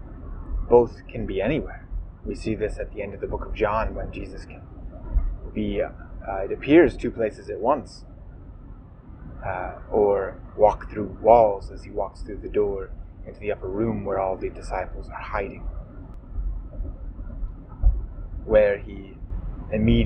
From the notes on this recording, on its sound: Please forgive the audio quality issues in this episode. This is one of the negative effects of recording a podcast in the car while driving.